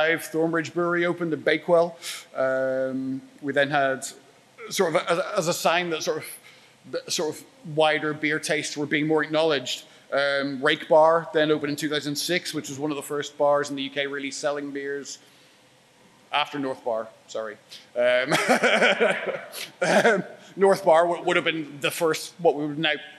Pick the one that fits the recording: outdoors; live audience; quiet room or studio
live audience